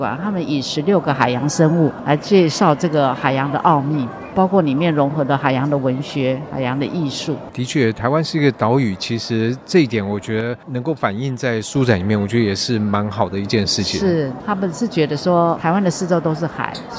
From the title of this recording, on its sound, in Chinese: 世貿中心現場報導